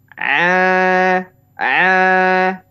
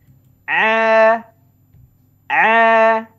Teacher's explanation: Jadi seolah-olah suaranya mengalir ke sini semua a a a nah, ini adalah contoh yang tidak tepat ya contoh yang salah jadi ain itu harusnya ada di tengah-tengah tenggorokan · Shown in: second take